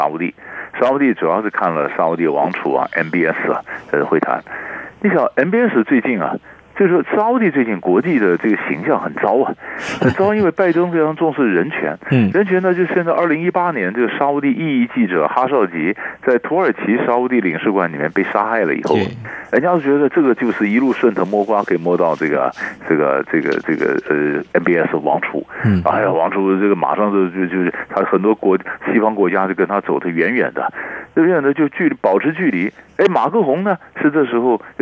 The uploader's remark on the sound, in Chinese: 連線訪問